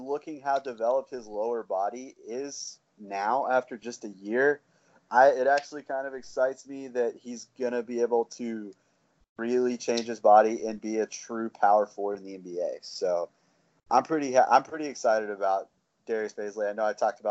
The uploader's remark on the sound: Lotta audio Snafus in this one. I was supposed to edit them, but that was time-consuming and we gotta stay on track, so I'm releasing it as-is.